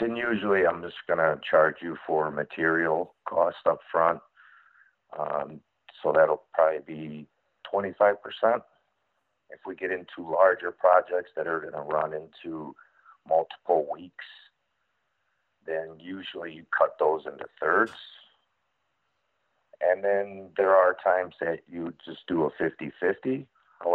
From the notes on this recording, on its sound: call in and talk about their businesses